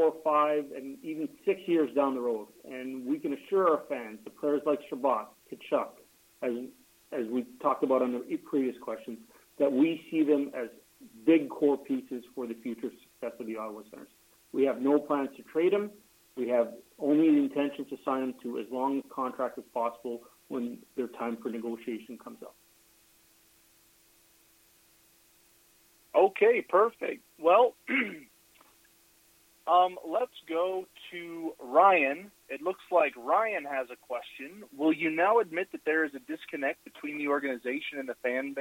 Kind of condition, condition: link, phone line